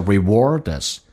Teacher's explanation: reward 跟 is 有一个连音叫 rewarders，但是连音部分一定要用降调